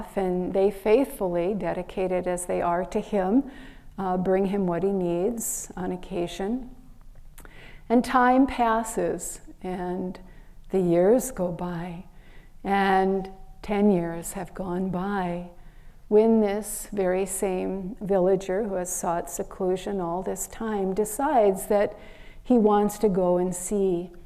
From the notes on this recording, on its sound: during a Sunday Service recorded at Ananda Village March 26th 2023.